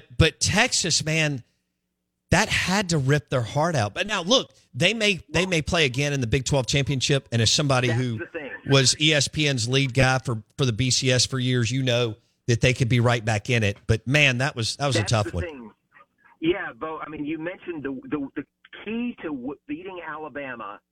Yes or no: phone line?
yes